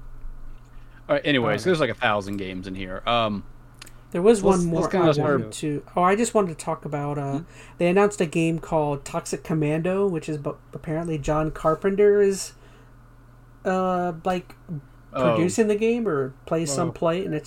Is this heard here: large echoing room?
no